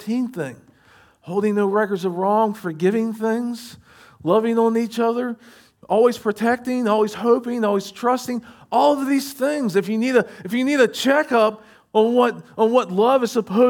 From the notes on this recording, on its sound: Recorded at Shenandoah Valley Baptist Church. SVBC Morning Service.